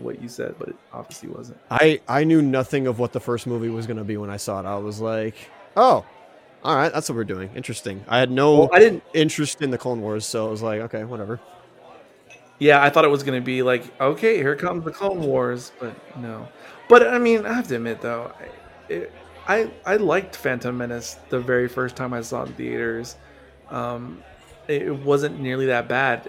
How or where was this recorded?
busy venue